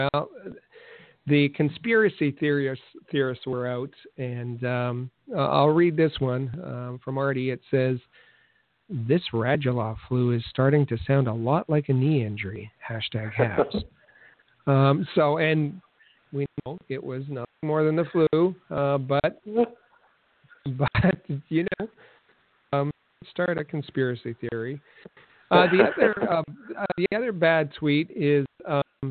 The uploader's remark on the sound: We take your phone calls (1-877-455-4945).